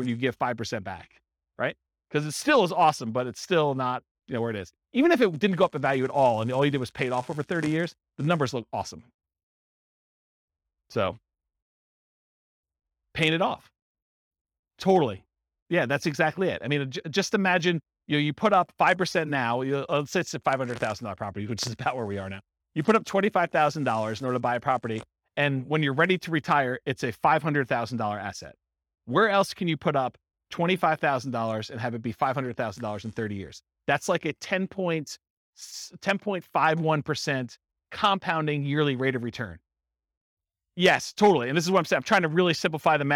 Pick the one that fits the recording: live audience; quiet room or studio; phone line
live audience